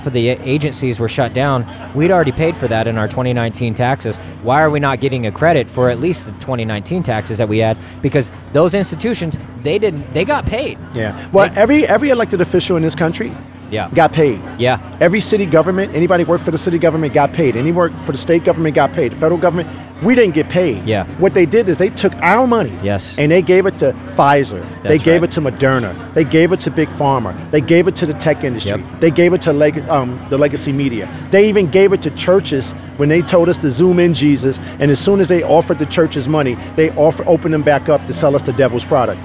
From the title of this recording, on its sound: LIVE AT THE REAWAKEN TOUR APRIL 2 2022